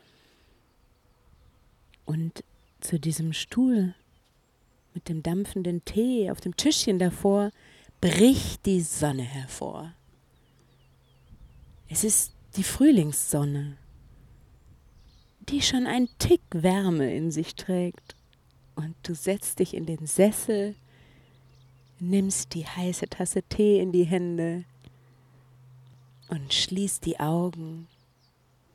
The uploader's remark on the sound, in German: Kleine Flucht auf einen Frühlingsspaziergang (Uckermark II). Und stell Dir vor, es ist die erste Episode, die ich im Freien aufgenommen habe. Alle Hintergrundgeräusche von Vögeln und leider auch einem Flugzeug ; sind echt. Sie lassen Dich voll eintauchen in die frühlingshafte Uckermark auf einem Spaziergang, der direkt hinter dem schönen Ferienhaus "Studio Uckermark" losgeht.